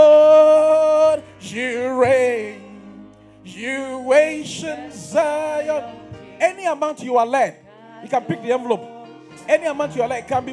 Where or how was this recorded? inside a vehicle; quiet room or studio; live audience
live audience